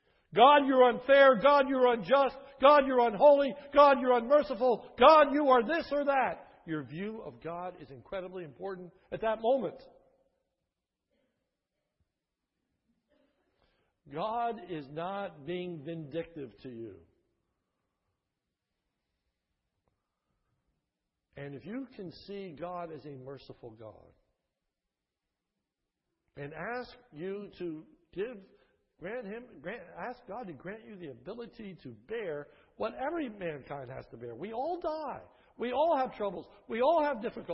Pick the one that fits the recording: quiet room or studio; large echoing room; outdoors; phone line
large echoing room